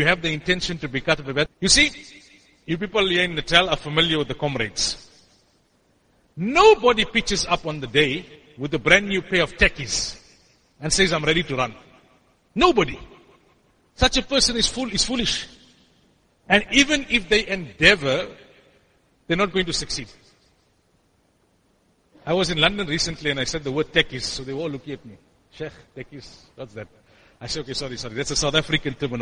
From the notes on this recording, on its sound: Jumuah lecture at Masjidus Siddique